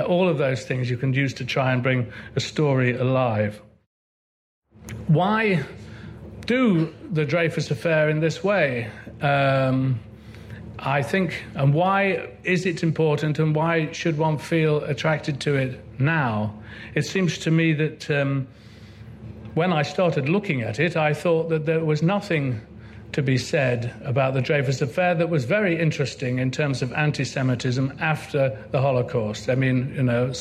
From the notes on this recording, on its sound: Recorded at Chalke Valley History Festival 2016.